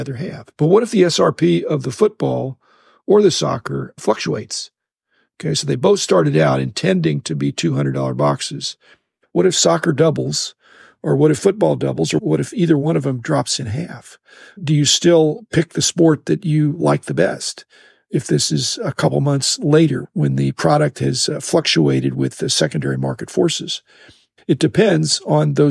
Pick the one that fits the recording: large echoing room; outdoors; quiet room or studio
quiet room or studio